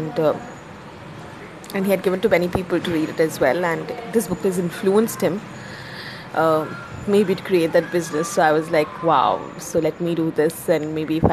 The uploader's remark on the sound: I have finally recorded this podcast thanks to the Anchor app. There is some background noise.